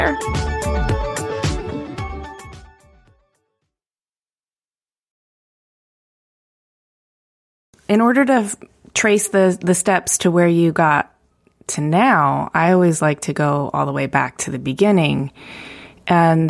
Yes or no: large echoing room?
no